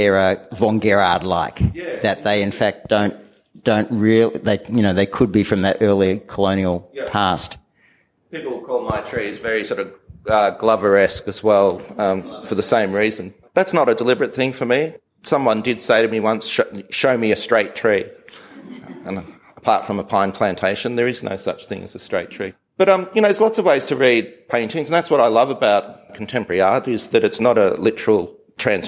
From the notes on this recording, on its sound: This episode our two hosts will be heard only briefly, before we dive into a live conversation from the beautiful Australian Galleries in Fitzroy, Melbourne.